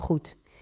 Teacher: And this is the famous hard Dutch G, not the English G. It's a throaty scrape from the back of the mouth, like clearing your throat.